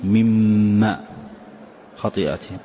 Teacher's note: أدغم الحرف الأول في الثاني، أصلها مم ما، فأدخلت الأول في الثاني وجعلت الثاني هو المشدد والأول حذفته، فقلت مما خطيئاتهم.